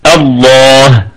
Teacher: لام لفظ الجلالة مفخمة لأنها مسبوقة بفتحة، والهمزة همزة وصل تثبت ابتداء وتسقط درجا. يعني إذا ابتدأنا بهمزة الوصل في لفظ الجلالة فسوف تكون همزة محققة، الله هكذا.